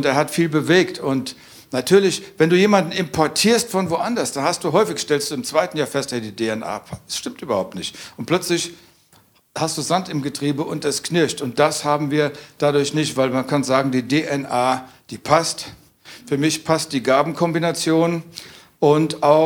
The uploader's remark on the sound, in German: aus unserem Vision Sunday Gottesdienst